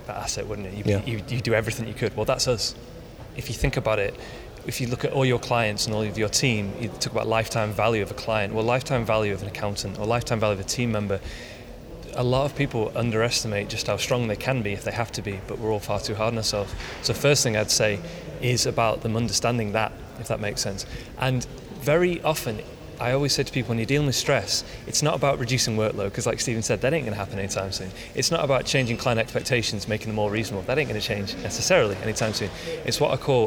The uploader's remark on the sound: You can hear live interviews from the recent International Accounting Forum and Awards 2022 which took place in London recently. AIBN were the official knowledge and broadcast partners of the event.